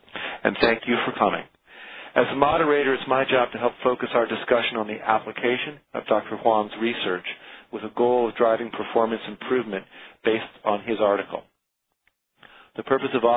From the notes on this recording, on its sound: Author in the Room®Teleconference